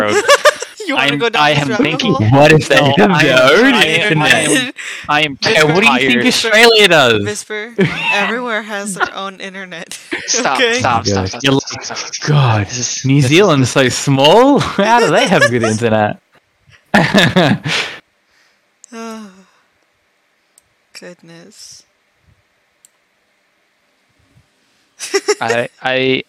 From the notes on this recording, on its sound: Apologies for the obvious discord noises and slight echo, haha! The recording picked up more than we thought.